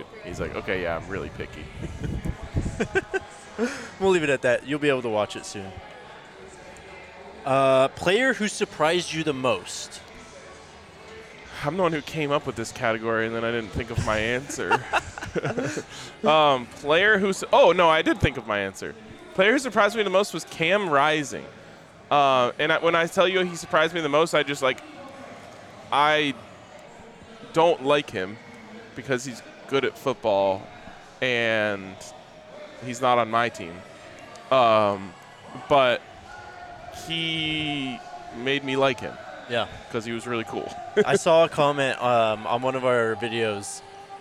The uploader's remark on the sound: live from Circa Resort and Casino in Las Vegas